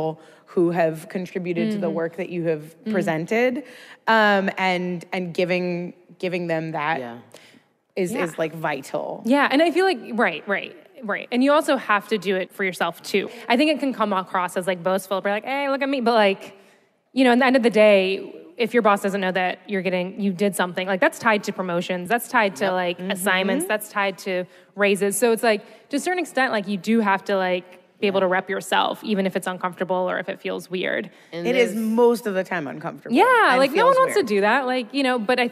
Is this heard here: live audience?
yes